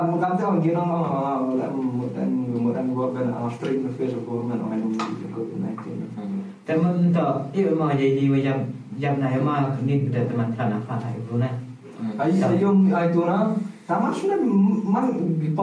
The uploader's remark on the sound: First Off Sorry for the Quality of the Sound. He deleted the Audio by mistake. We have to take the Audio From the Camera.